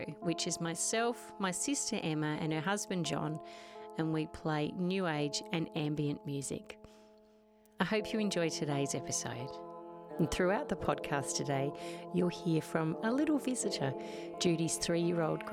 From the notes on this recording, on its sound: Today you'll hear chatter and background noise